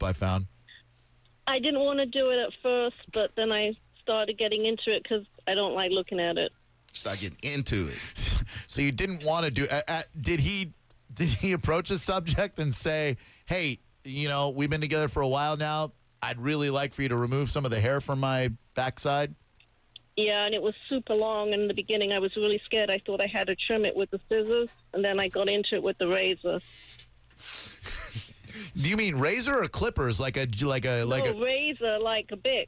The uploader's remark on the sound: on the phone